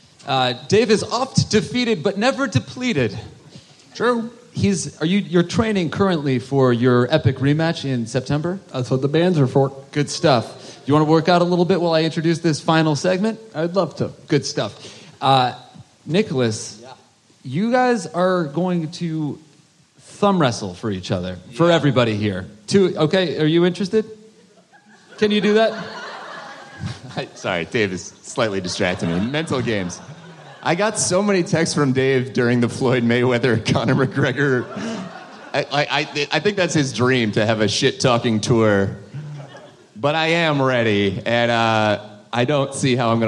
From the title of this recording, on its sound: Live at JFL